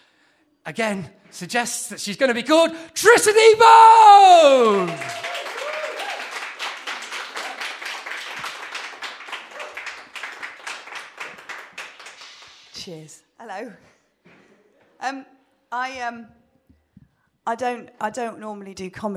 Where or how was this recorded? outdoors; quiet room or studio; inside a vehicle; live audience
live audience